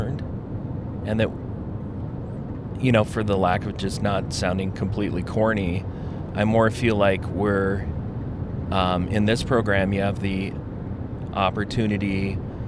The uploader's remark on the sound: We’re featuring a car ride conversation between two participants in Leadership Montana’s Indigenous Immersion Initiative.